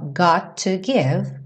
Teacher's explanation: Got to, soa um T só